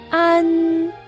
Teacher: 安，尾音，舌尖要放在上齿龈的后边。 · Term: 前鼻音